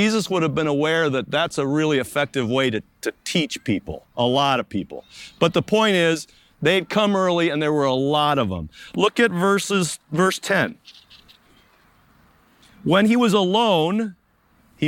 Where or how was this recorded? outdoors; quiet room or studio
outdoors